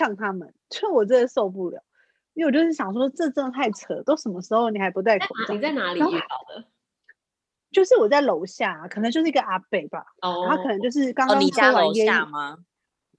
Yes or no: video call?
yes